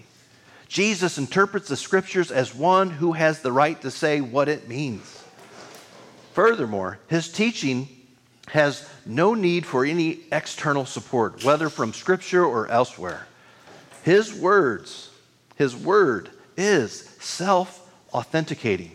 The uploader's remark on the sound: recording of this weekly worship service at Our Lutheran Church (West Lafayette, IN)